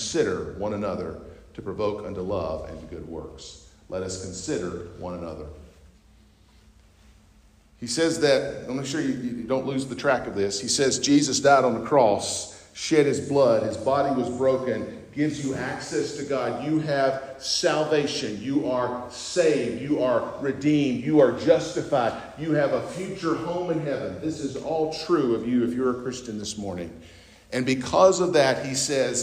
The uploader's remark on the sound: North Beaver Baptist, West Jefferson, NC. At North Beaver Baptist’s homecoming service.